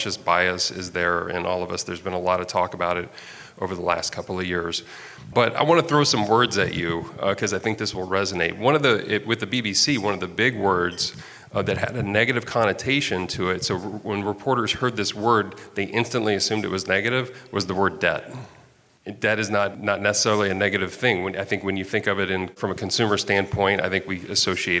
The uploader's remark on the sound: Live from HFMA's Annual Conference